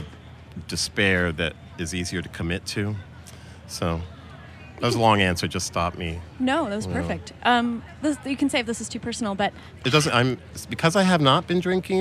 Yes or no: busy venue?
yes